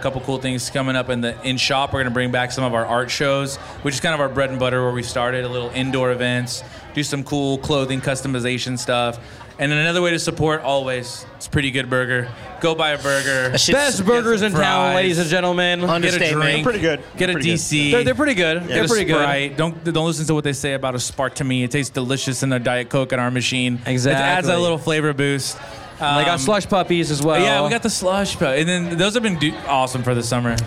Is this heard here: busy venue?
yes